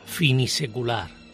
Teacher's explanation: Equilibrio fonético con cuatro vocales distintas. Es, además, aguda.